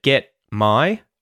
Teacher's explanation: I'm muting the T, get, so I'm sticking the tongue to the roof of my mouth and saying get, to get my.